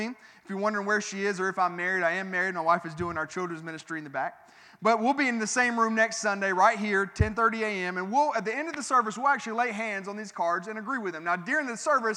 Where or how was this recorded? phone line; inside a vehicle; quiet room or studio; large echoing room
large echoing room